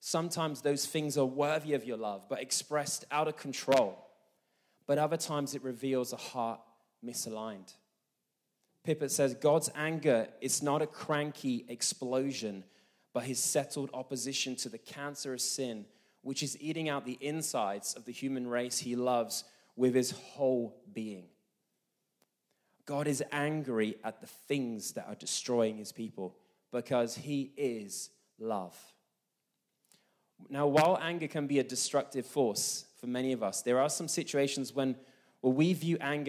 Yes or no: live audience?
yes